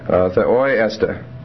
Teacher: the accent on the last syllable, and esta being an enclitic form of the verb to be, doesn't have an accent